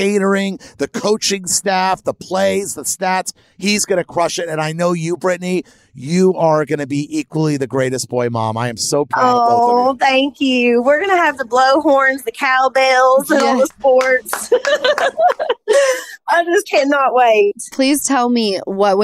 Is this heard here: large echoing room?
no